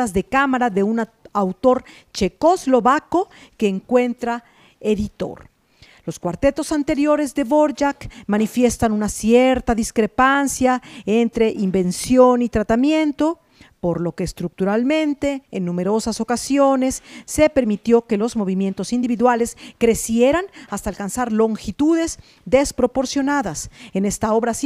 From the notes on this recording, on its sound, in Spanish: Desde el Auditorio. Recuperamos la tradición de producir, grabar y transmitir conciertos en vivo #DesdeElAuditorio de Radio UV.